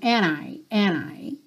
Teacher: Quando eu tenho um N antes, Muitas vezes no inglês americano, esse D acaba não aparecendo. Então, ao invés de ter and I, eu tenho and I.